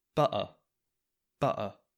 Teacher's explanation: some dialects in Britain, we wouldn't even pronounce the T